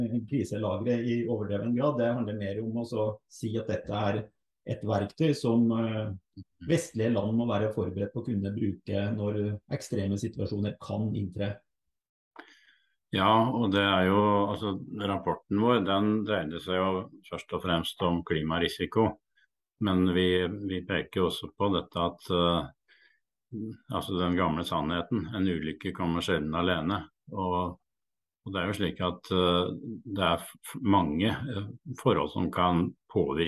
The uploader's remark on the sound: Live Zoom